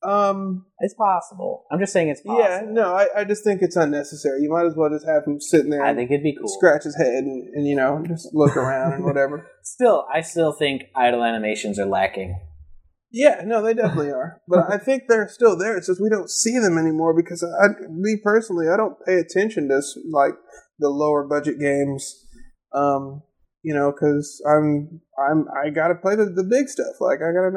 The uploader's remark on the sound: This episode was one of the first we recorded, so please be extra forgiving of the sound quality.